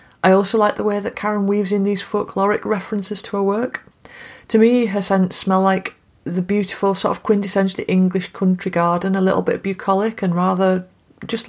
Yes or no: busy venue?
no